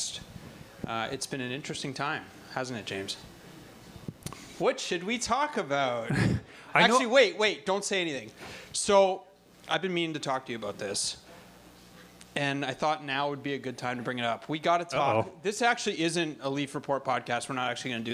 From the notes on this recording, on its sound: Leaf Report Live At The Rivoli. Broadcast in front of a live audience at the Rivoli in Toronto.